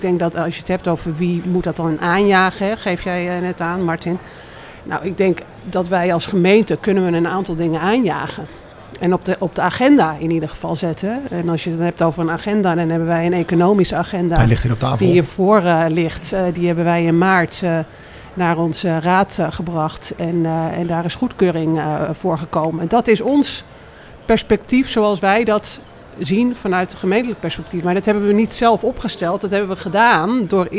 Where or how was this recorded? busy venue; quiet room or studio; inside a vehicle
busy venue